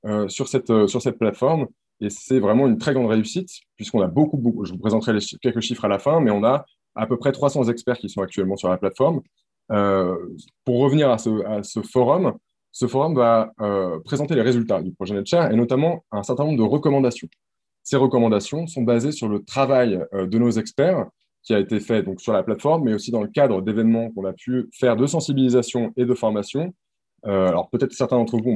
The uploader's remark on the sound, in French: Séminaire de recherche enregistré sur Zoom.